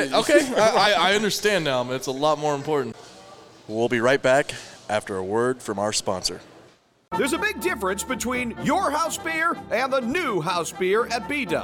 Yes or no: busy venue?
yes